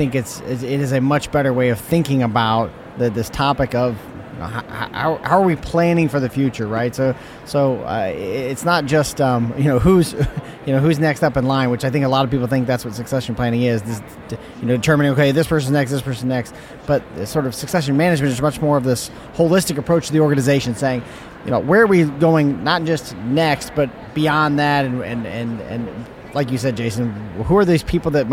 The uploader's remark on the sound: Live from SIOP